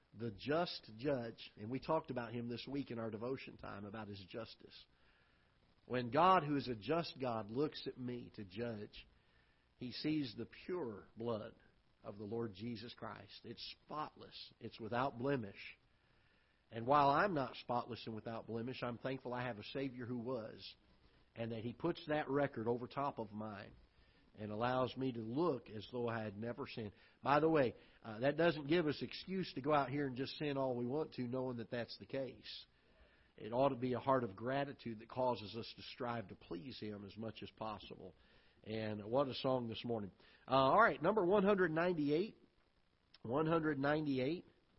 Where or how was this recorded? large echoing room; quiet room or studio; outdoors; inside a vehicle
large echoing room